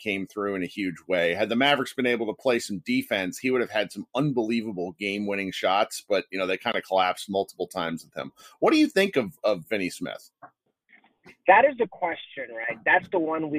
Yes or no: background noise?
no